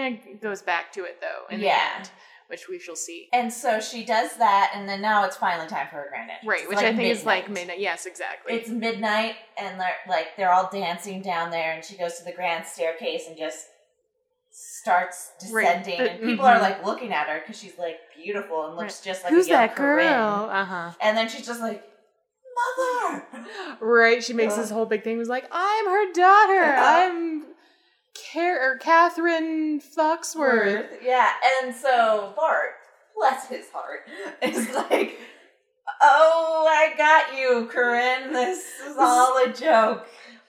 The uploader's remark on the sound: Sit down in a new location (sorry about the odd audio quality).